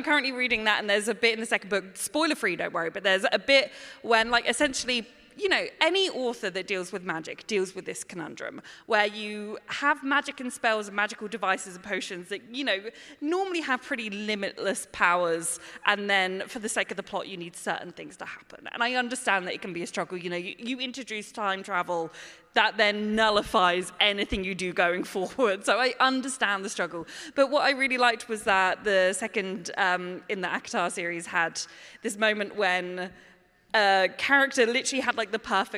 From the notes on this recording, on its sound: LIVE FROM LEAKYCON! Including the Leakycon staff who LET US DO IT LIVE AT LEAKYCON!